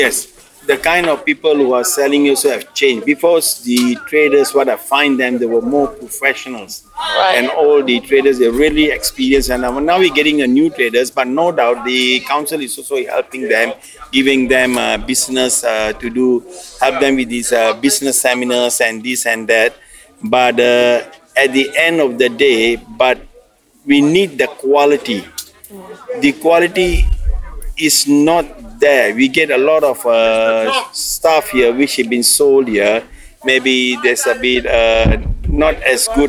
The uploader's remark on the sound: Members of Neighbourhood Theatre Company have curated this audio exploration of the market interviewing locals over the course of a weekend.